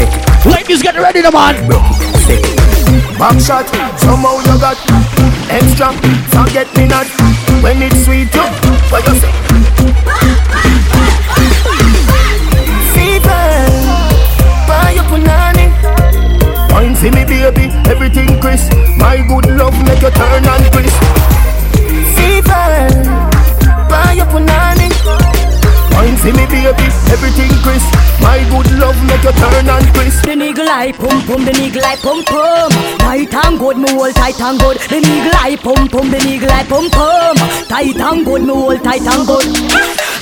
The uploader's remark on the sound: LIVE INSIDE REIGH ULTRA BAR NC. LIVE FROM JAMAICA INSIDE REIGH ULTRA BAR NC.